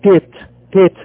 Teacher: اليهود الاشكناز اللي هم الغربيين بينطقوه تيت تيت. ما يعرفش يقول حروف مفخمة